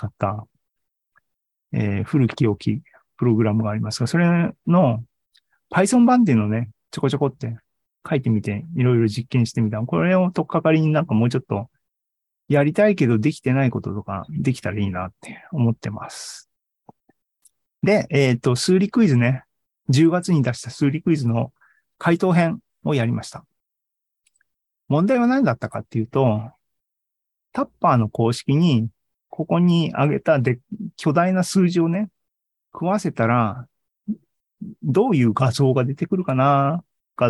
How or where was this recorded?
video call